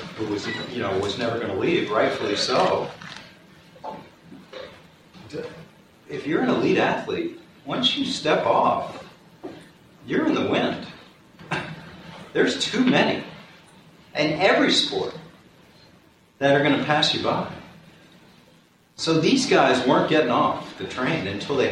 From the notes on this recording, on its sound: plays his speech from the recent Wharton Sports Business Summit